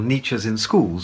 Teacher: the sound T will be banned and must be replaced by the sound N